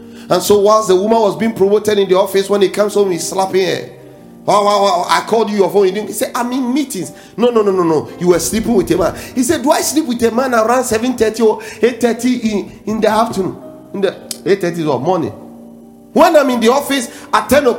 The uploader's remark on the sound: preached at The Faithlife Church, Ghana-Tema Community 3 Site A.